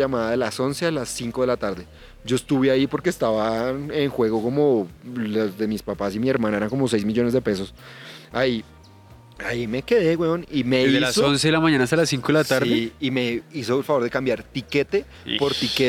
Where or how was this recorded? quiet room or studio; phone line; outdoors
outdoors